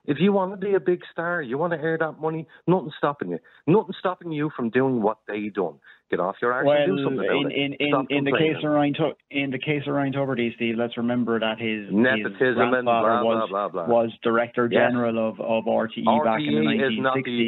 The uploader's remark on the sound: Opens the phone lines.